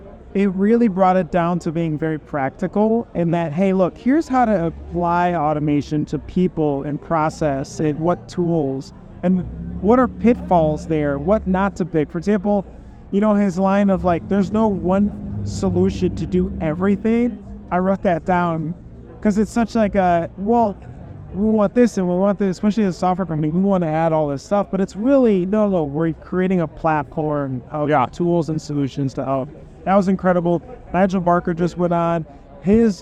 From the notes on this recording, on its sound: broadcast live from the sun-kissed shores of Newport Beach at the Print Hustlers Conference 2023